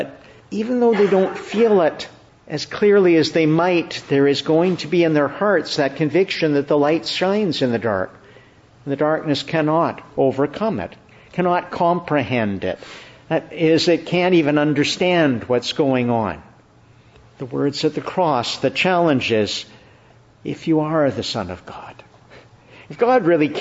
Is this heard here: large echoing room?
yes